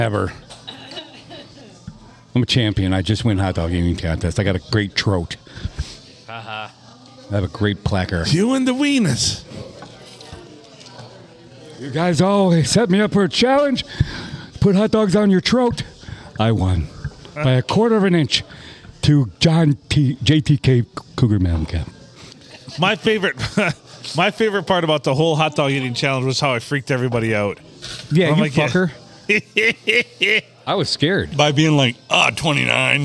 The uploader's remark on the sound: We recorded this one at Bench Warmers in Sandusky